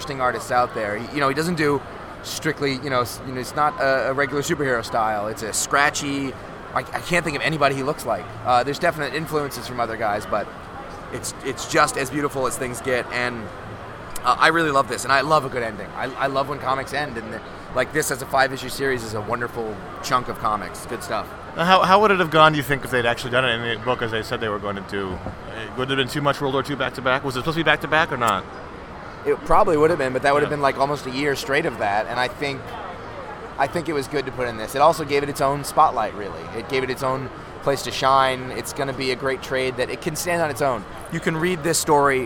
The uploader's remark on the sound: NEW YORK COMIC COOOOOON! After plans fell through to do the show as usual, the guys are forced to record a truncated episode from their table in Artist’s Alley on Sunday afternoon, the last day of the show.